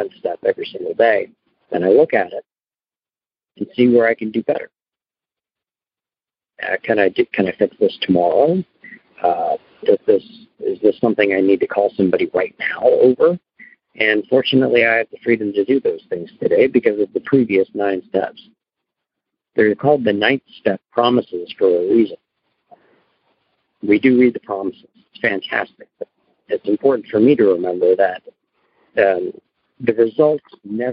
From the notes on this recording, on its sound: Noon Phone Speaker Meeting